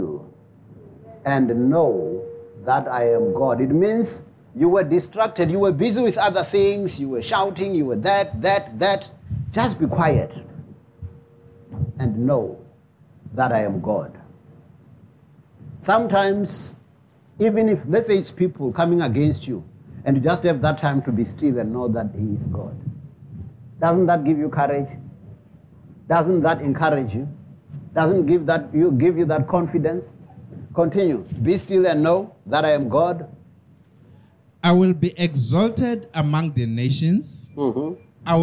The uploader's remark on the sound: preached at Jesus the Saviour Church, 185 Bobs Way, Eersterivier, Cape Town on 10 December 2023